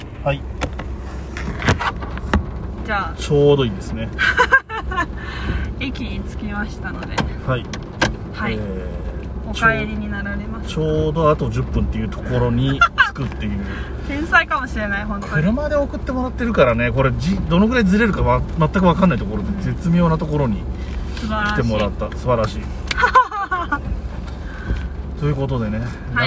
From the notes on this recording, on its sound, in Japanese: ドライブ雑談。対面収録の前後の車移動中の雑談です。雨のドライブ収録なので音質が悪いのはご容赦ください。